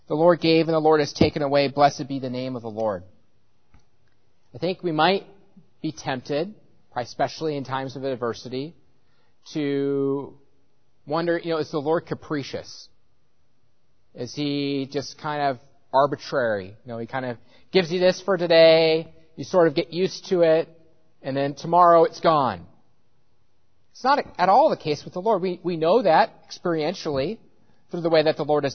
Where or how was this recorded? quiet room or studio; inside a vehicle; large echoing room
large echoing room